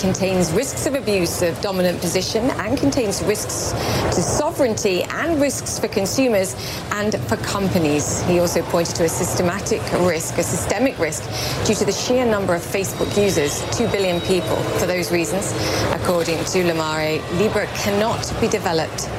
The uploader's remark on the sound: Live from the New York Stock Exchange.